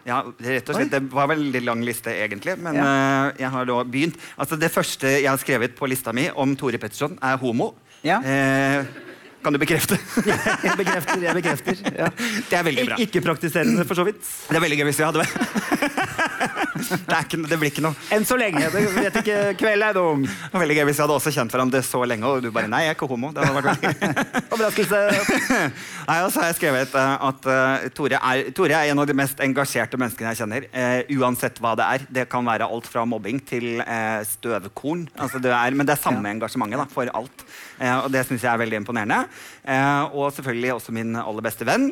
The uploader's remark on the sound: Live fra Oslo Podfest